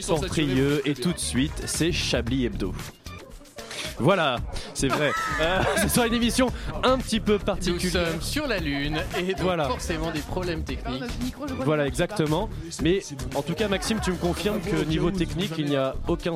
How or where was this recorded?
busy venue